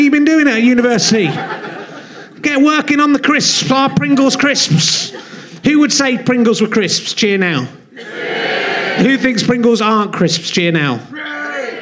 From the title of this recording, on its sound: Leicester Square Theatre Podcast